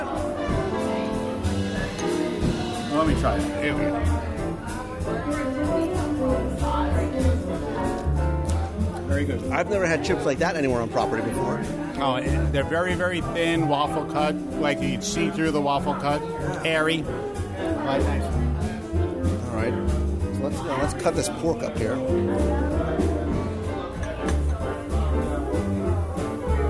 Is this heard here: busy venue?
yes